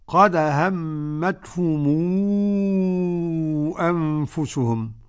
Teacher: يصل الميم بواو ويكون الحكم مد منفصل ست حركات بالضبط